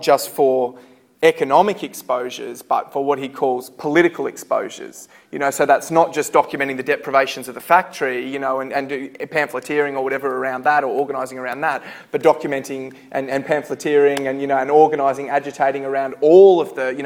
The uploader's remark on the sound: Recorded at a Solidarity meeting in Sydney, September 2012.